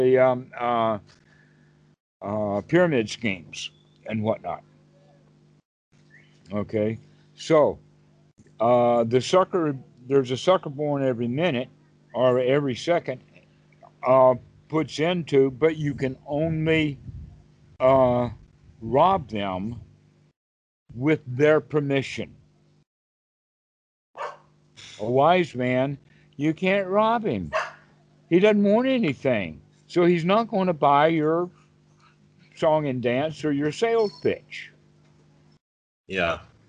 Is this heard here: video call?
yes